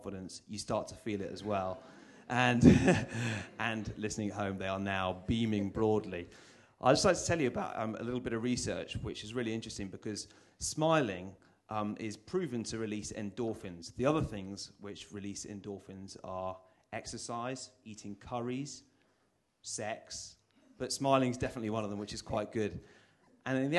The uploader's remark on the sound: ITunes Festival 2010 in London. Demonstrated on an audience member.